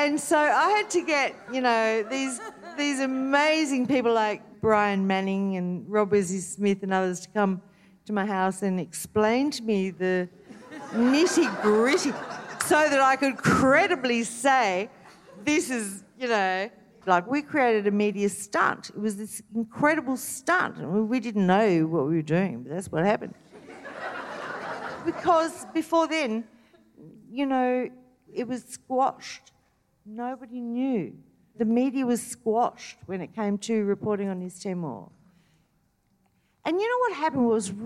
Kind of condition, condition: setting, live audience